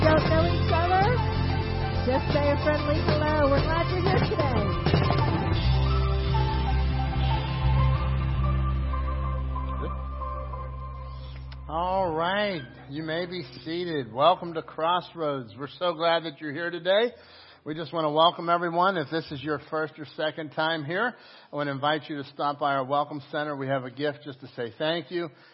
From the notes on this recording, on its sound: Crossroad Ministries Live Service